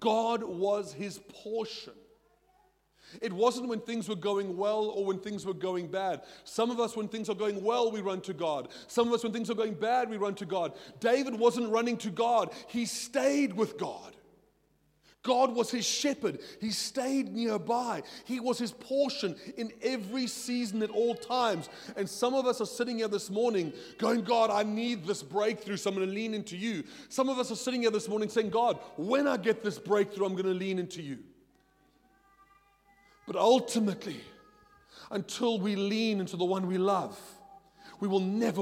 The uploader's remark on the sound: at Joshua Generation Church Milnerton congregation